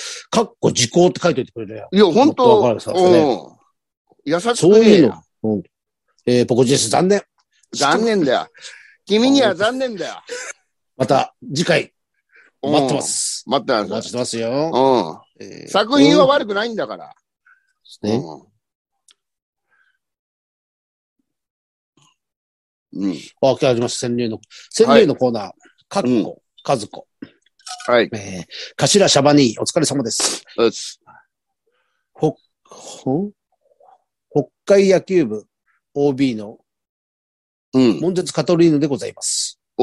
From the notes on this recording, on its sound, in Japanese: ZOOMで収録。